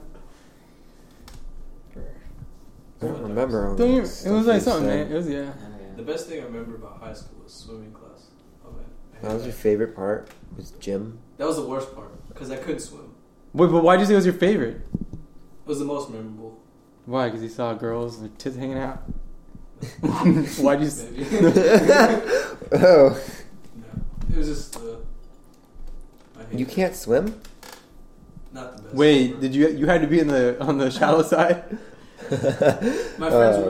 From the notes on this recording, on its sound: We only have one mic and one set of headphones.